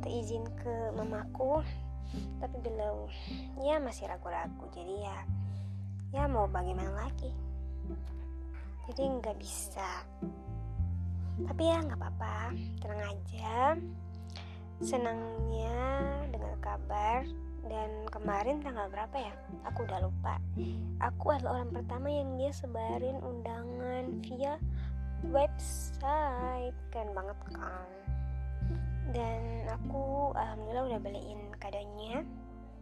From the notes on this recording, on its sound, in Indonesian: sedikit ada noise suara ya